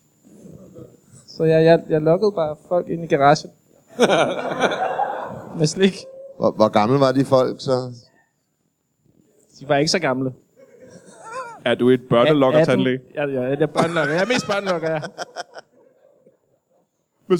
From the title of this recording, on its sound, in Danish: LIVE fra Comedy Zoo København